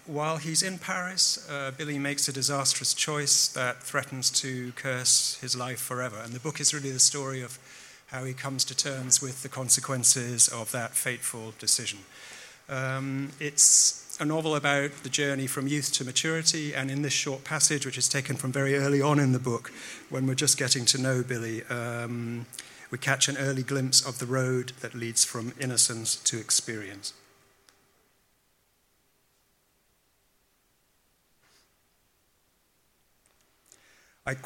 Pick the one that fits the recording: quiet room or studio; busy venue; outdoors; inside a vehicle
busy venue